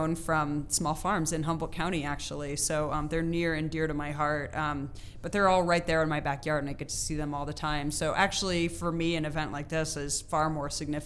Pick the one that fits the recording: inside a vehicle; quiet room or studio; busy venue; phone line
busy venue